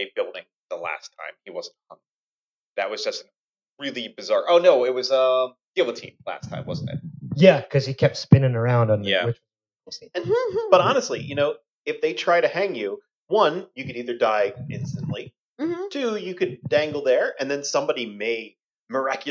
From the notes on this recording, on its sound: As they live stream the show for the first time (minor audio issues, and audio improvements…..)